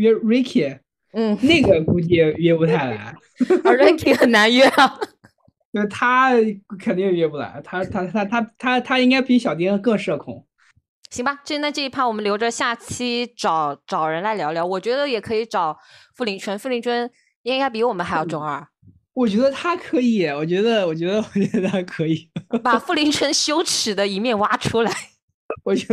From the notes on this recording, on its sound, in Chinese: 这次依旧是云录制（11月15日晚录制），试录音之后发现还不错，就大意了……正式录制就忘记按录、音、键！！！中间有点点喷麦，请见谅！